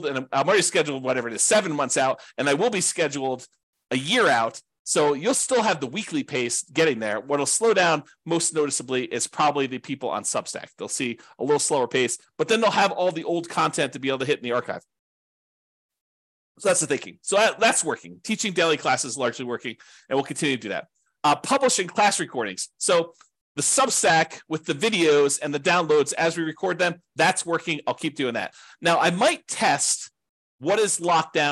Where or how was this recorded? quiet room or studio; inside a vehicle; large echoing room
quiet room or studio